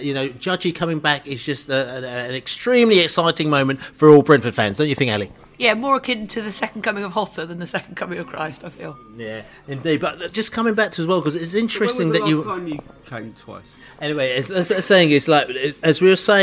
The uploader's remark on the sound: Preston pre-match podcast from the pub.